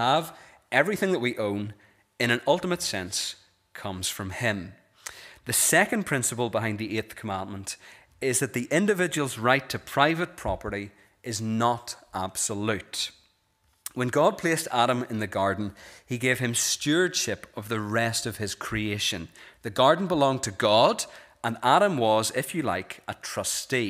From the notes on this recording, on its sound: This is the recording of the Bible reading and sermon from our evening service on Sunday 11th February 2024.